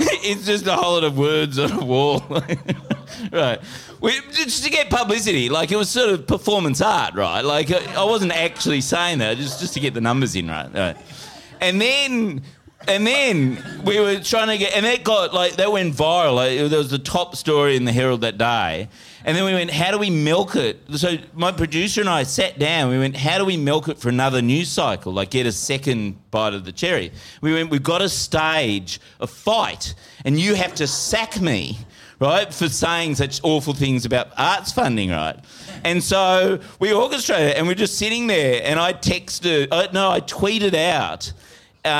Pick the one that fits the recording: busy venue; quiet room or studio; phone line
busy venue